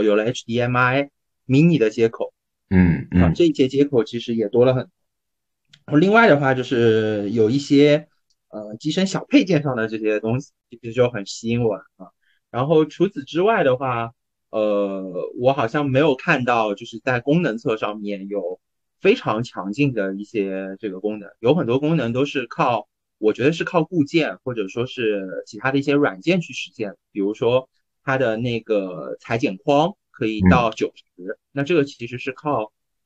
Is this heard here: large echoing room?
no